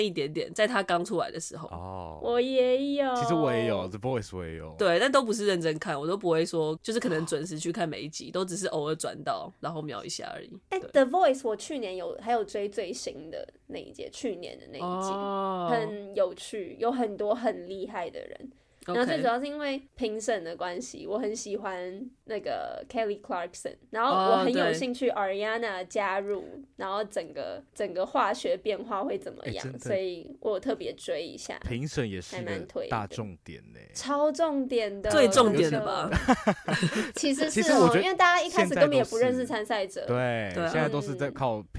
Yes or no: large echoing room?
no